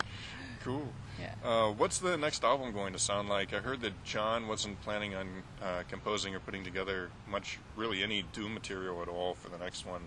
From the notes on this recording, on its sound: Outside The Galaxy Theater in Santa Ana. It was the last interview he did at that venue before they closed it down recently to turn it into a night club.